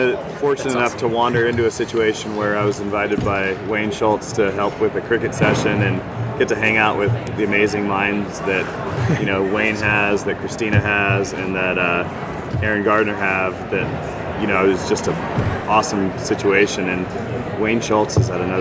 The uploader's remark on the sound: Live From #SHAPENashville. Live broadcasts from the exhibit hall at #SHAPENashville.